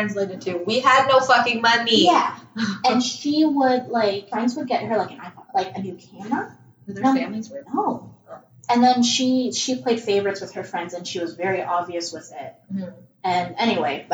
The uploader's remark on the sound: I blame technology for the garbage audio quality this episode. The recording software got confused and...well, you'll know. Again, we're so sorry for the trash audio quality. Laptop has a potato for a microphone.